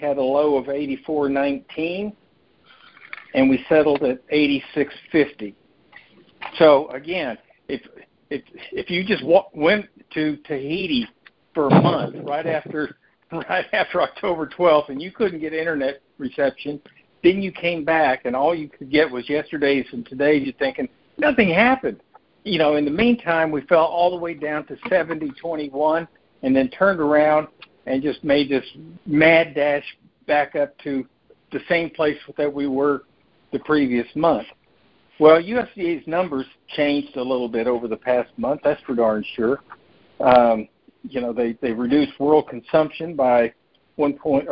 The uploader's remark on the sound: November 2022 Monthly Conference Call On Cotton.